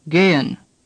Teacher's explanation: The second E is pronounced like the second E in Bremen. The H is barely pronounced at all.